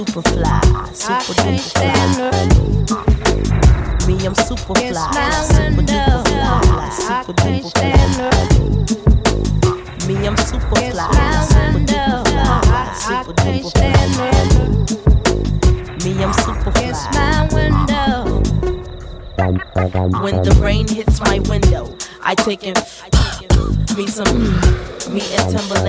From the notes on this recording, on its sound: One and Only Afterwork in Cork City - Ireland Raw Live Set played on November 27th at Edison.